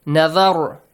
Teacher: Ra has a heavy sound here. Since there is a fatha sound before.